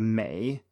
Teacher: you can argue that uh, the e in may is more open